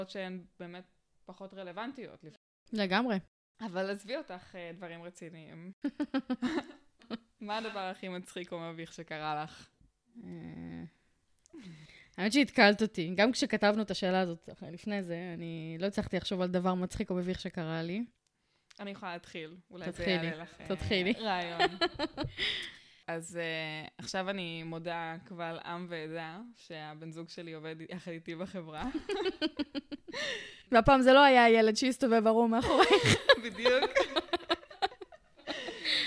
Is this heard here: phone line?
no